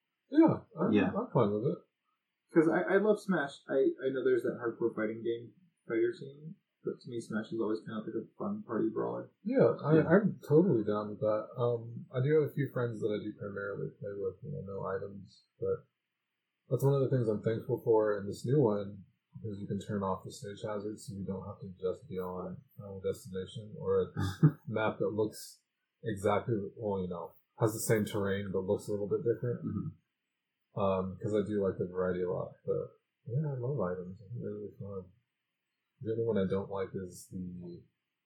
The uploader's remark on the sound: Warning: I busted up the audio.